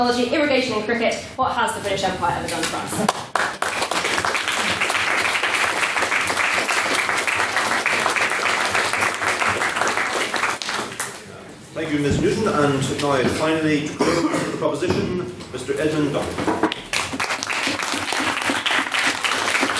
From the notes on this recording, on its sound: the recording of the third Ordinary Meeting of the 169th Session of the Queen's University of Belfast Literary and Scientific Society